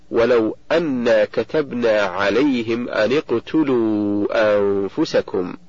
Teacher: فالنون من أن ساكنة التقت بالقاف وهي ساكنة أيضا، فحركت النون بالكسر للتخلص من التقاء الساكنين